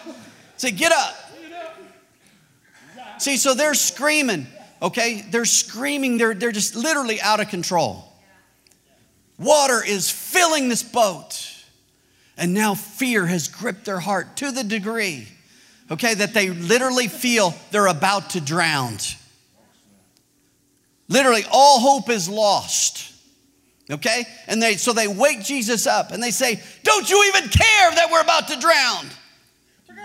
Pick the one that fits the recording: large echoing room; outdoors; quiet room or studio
large echoing room